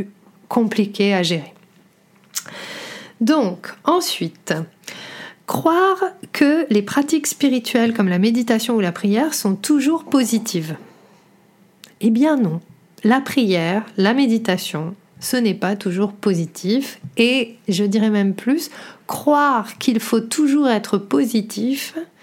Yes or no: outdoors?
no